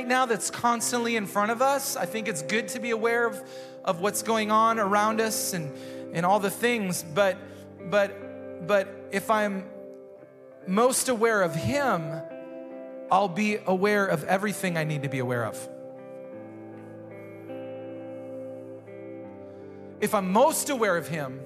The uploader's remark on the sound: Recorded live at Hope Church in Springfield, Mo.